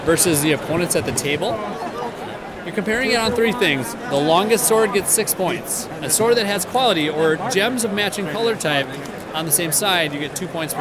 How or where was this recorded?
busy venue